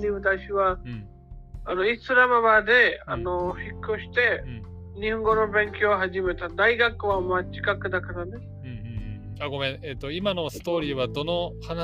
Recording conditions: poor sound quality